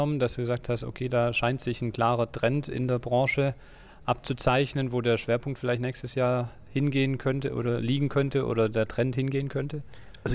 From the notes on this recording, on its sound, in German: Da die Aufnahmen direkt auf der Messefläche gemacht wurden, ist der Ton ab und zu nicht in gewohnter Qualität